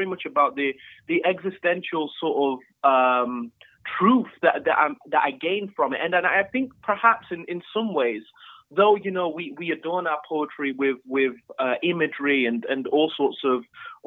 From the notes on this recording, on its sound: Please note this episode was recorded over the phone due to Covid-19 restrictions and this affects the sound quality.